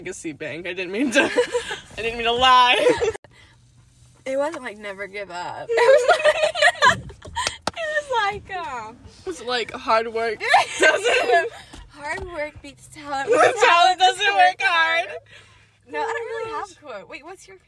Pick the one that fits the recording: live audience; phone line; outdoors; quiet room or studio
outdoors